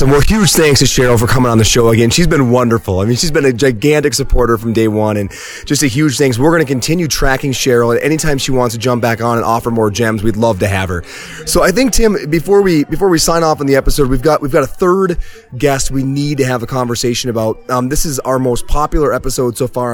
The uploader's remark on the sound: on location in Windsor, CO at High Hops Brewery!